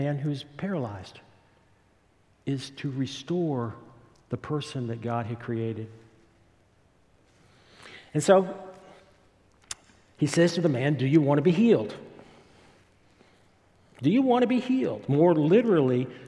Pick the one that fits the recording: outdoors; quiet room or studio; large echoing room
large echoing room